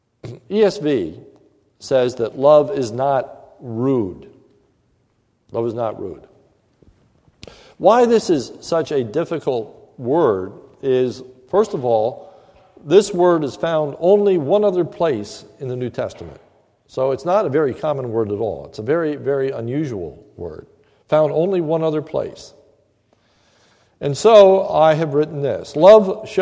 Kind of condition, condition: setting, large echoing room